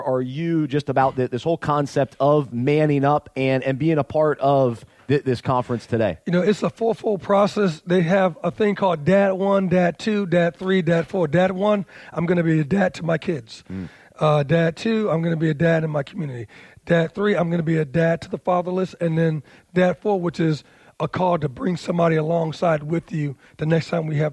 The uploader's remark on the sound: He was the emcee for the ManUp Charlotte Conference and joined us backstage to discuss.